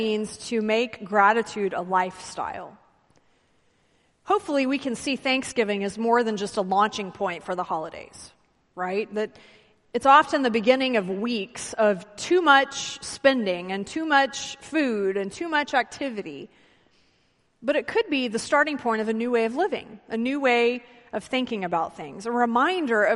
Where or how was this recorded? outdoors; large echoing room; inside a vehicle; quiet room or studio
large echoing room